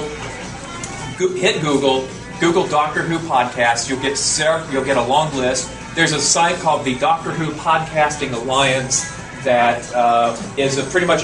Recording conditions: phone or laptop microphone